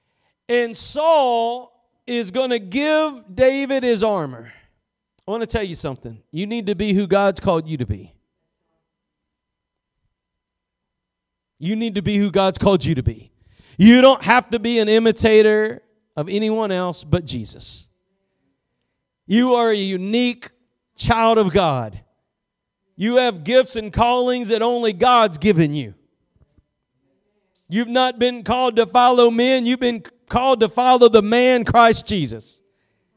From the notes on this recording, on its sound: Preached at Gospel Lighthouse in Bossier City, La.